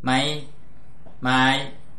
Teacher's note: The high tone is higher than your normal voice and rises a little at the end, especially when it has a long vowel length.